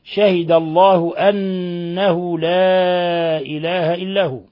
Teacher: أنه نون مشددة تغن مقدار حركتين. أنه نلاحظ إطباق طرف اللسان على أصول الثنايا العليا.